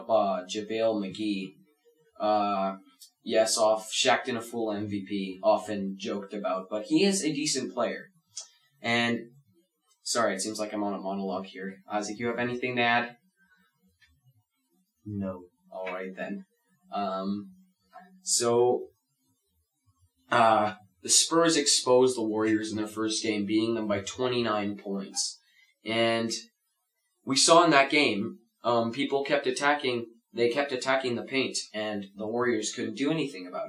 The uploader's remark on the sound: Apologies for any glitches as we are still getting used to our new studio.